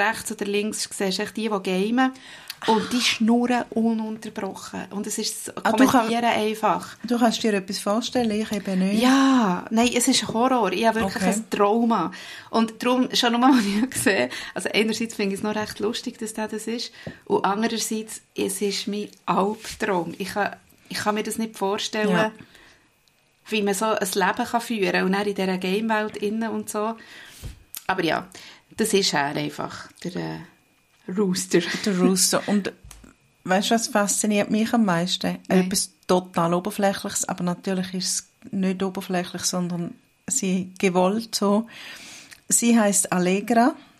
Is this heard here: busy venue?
no